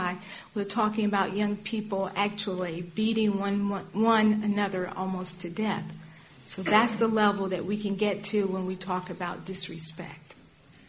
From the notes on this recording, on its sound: This community forum explored. Panelists and audience members discussed.